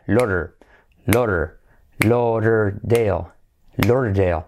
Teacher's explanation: esa D es casi como una R, Lauder, de como R suave, ¿vale?